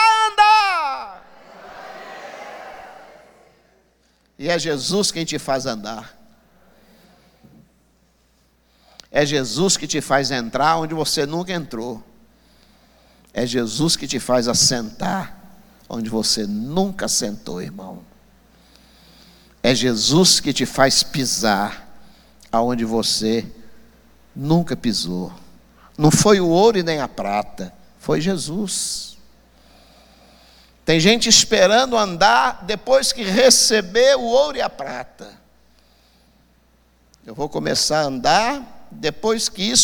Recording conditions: large echoing room